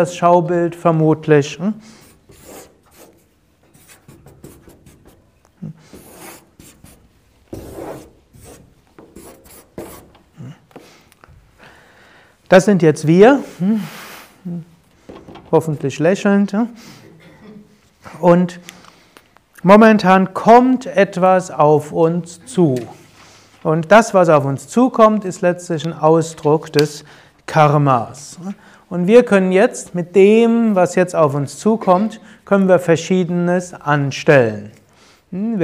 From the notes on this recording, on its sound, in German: Mitschnitt eines Yoga Seminars. Bei Yoga Vidya Bad Meinberg.